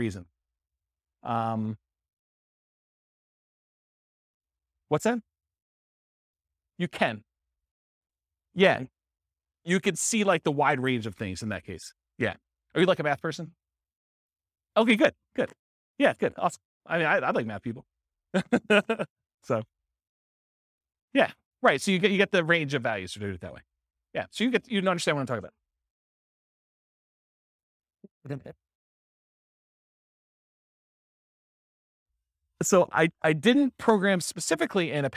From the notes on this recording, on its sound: This was a live class recorded